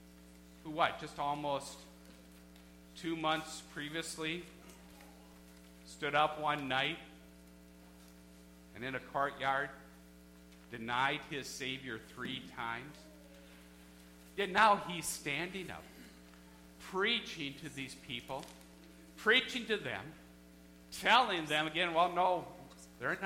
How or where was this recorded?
large echoing room